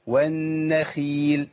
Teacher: الكسر بيضعف الخاء قوي · Term: الخاء المكسوره